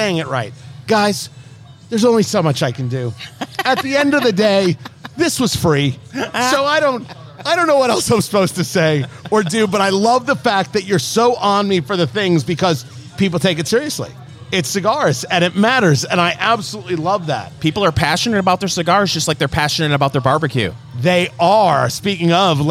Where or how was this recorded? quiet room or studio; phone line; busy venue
busy venue